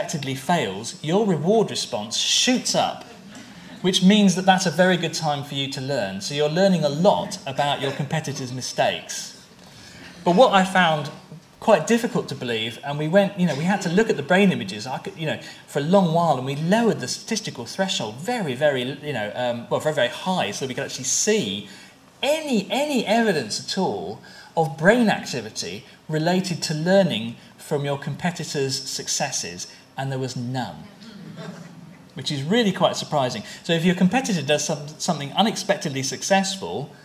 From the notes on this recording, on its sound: At a conference hosted by University of Cambridge International Examinations